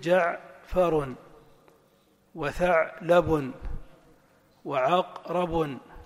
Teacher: بفتح الفاء واللام وبسكون العين بينهما